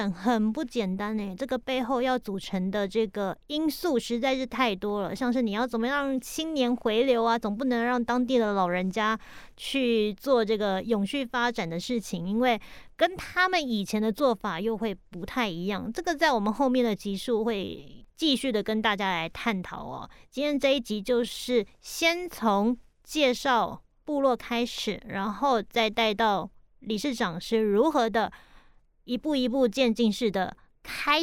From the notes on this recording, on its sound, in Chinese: 今天要帶大家走出錄音室，來到位在宜蘭縣的大同鄉。這次是我第一次獨自開著車離開外縣市，經過雪隧前往採訪地點。所以我選了一個山腳下的部落。